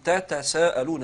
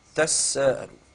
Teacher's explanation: دخل الحرف الأول في الثاني بحيث أصبح حرفا واحدا مشددا · Shown in: second take